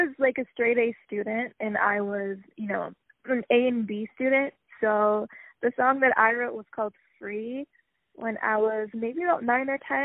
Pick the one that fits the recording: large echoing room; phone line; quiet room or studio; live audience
phone line